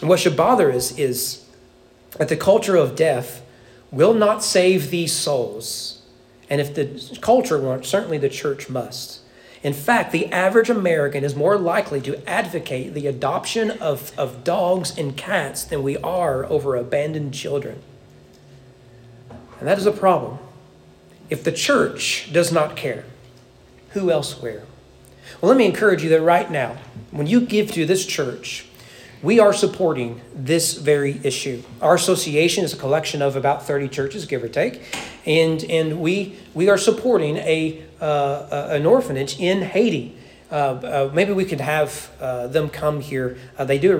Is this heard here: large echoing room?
yes